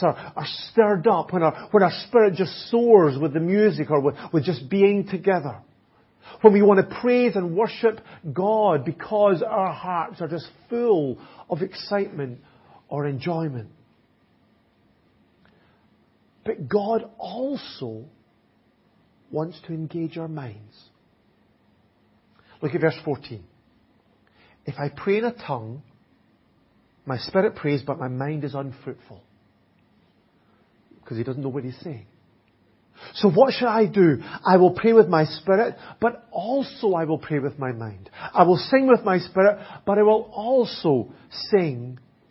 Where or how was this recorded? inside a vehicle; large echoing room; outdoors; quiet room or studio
large echoing room